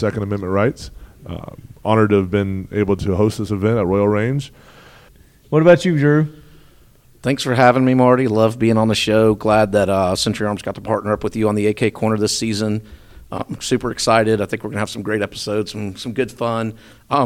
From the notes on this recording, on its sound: On location at Royal Range USA. On location at Royal Range USA.